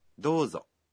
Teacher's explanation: в первом слоге гласное «о» долгое